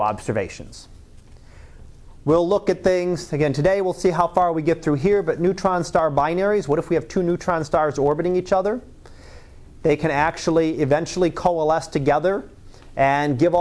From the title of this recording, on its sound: Live Class Lecture 2014 Oct 31